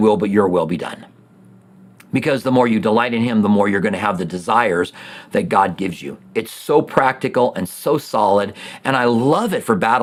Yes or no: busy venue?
no